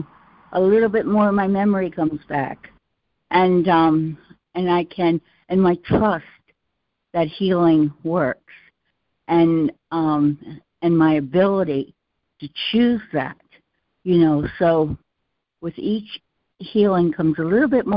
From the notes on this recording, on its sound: ACIM Daily Conference Call